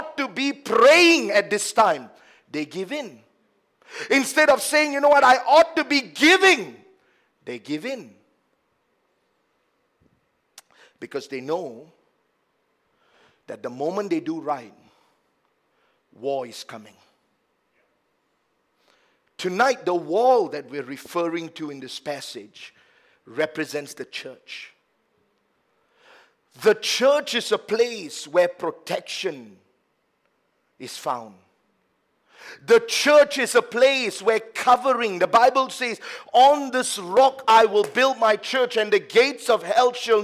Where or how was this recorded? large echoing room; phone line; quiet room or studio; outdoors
large echoing room